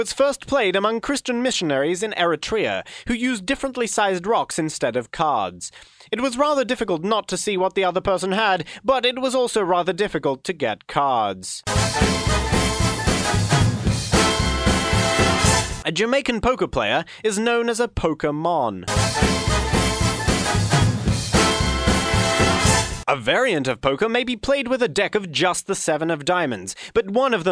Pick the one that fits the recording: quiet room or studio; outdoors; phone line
phone line